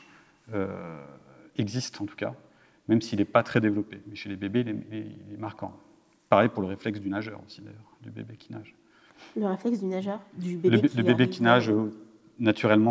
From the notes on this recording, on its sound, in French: Une émission enregistrée en public dans le cadre des Conférences éton'Nantes du Muséum d'histoire naturelle de Nantes Métropole et de la Fête de la science 2023.